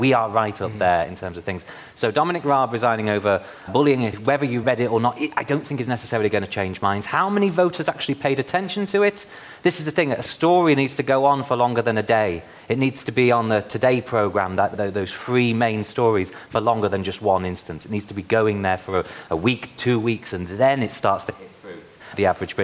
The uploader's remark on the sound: A special episode of the New Statesman Podcast recorded live at the Cambridge Literary Festival.